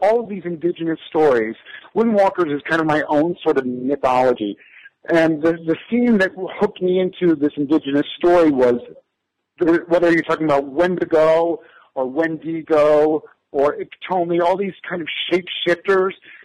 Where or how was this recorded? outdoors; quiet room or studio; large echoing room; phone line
phone line